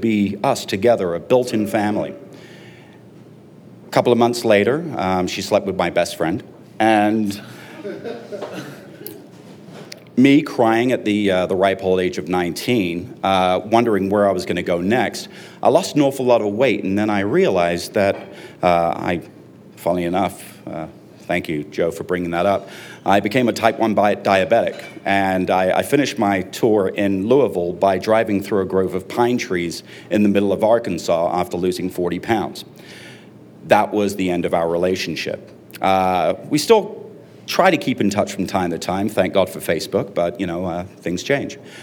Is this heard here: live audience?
yes